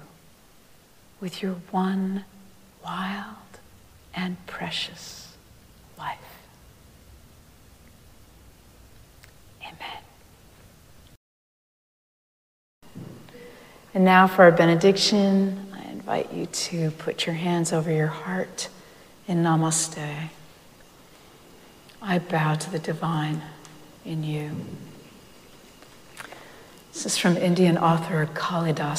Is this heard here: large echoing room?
yes